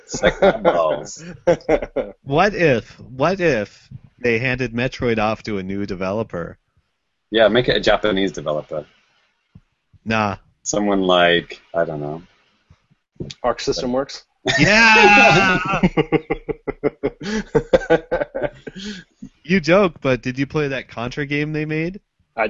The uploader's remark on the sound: Recorded on Google Hangouts On Air live